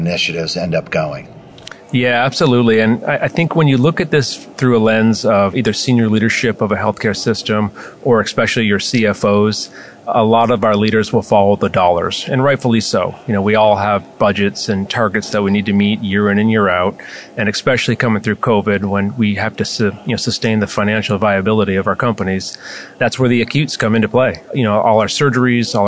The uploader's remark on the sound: Live at AHRMM23 in Orlando.